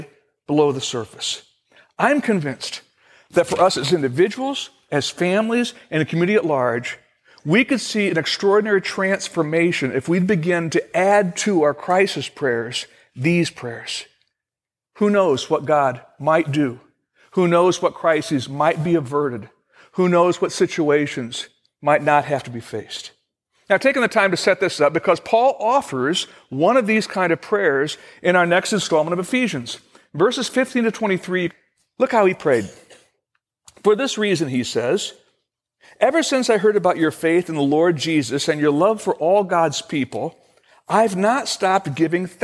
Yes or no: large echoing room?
yes